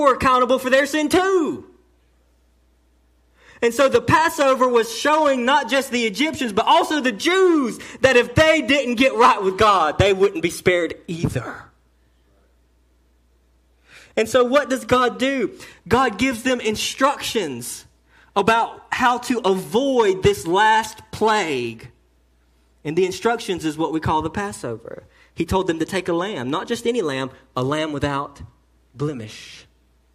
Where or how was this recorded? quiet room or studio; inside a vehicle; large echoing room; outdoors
large echoing room